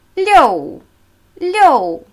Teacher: Leo, der vierte fallende Ton